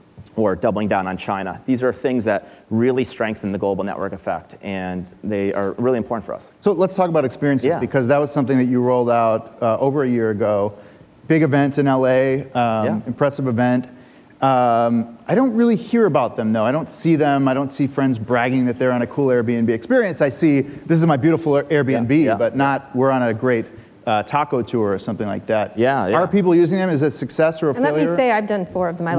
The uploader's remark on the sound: Live at Code 2018